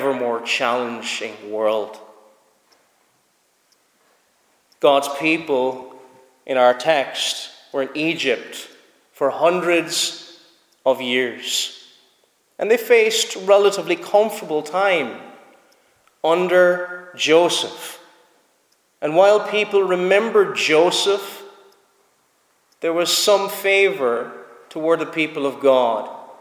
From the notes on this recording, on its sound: Preached at Snizort Free Church